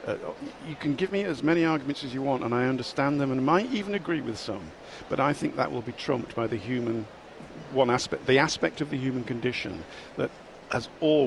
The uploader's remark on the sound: live at Destinations: The Holiday and Travel Show